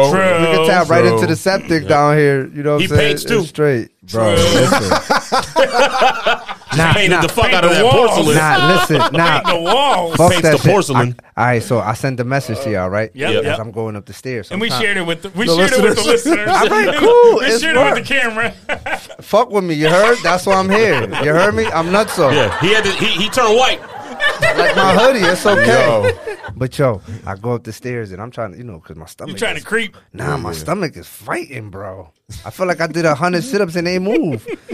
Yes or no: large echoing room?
no